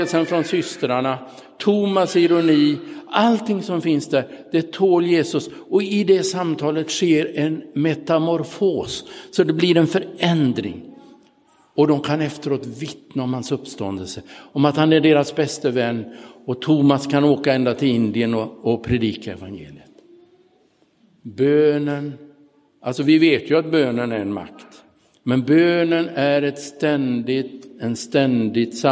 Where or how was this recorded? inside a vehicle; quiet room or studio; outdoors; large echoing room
large echoing room